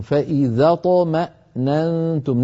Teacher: ننتبه إلى قلقلة الطاء، إلى نطق همزة إطمأننتم